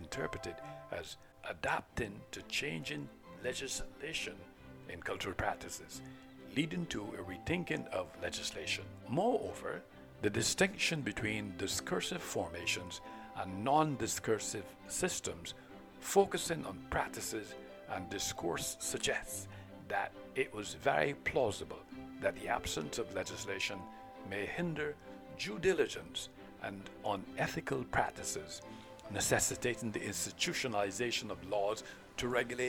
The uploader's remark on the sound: On Location Regarding The following-Beach Scene of Brownes Beach Barbados,New Jersey City University.